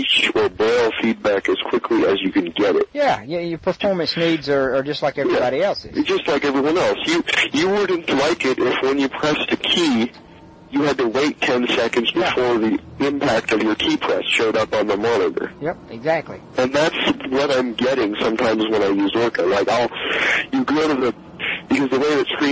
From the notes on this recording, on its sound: Phone interview.